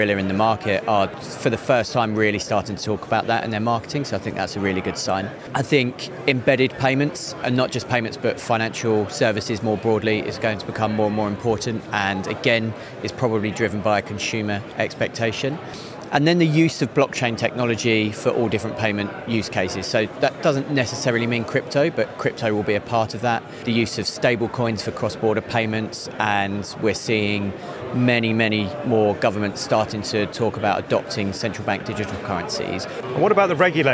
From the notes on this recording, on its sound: Recorded in partnership with Freemarket at FinTech Connect, that took place at the Excel in London. We recorded a series of interviews from the Freemarket booth with a number of the speakers and attendees at the event.